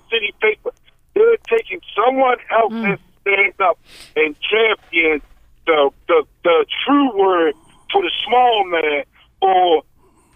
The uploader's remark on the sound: We hosted a very special, unstructured, farewell show with open phones for listeners and many guests who came by to send us off.